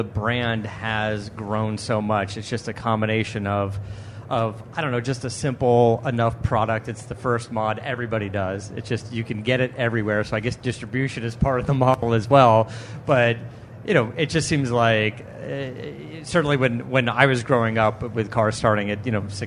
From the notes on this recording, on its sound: live in the K&N Booth at SEMA